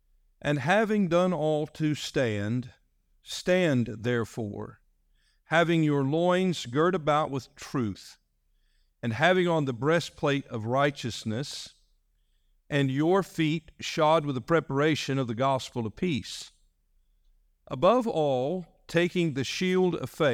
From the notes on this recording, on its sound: This message was delivered on November 19, 2023, during our evening service.